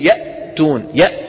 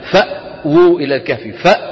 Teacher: الوتران الصوتيان ينقفلان ثم يبتعدان · لأن الوترين الصوتيين قد انقفلا تماما · Term: الهمزة